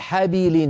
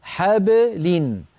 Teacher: اخفض الفك بعد الباء ليس عند الباء من أجل اللام فقط · Shown in: second take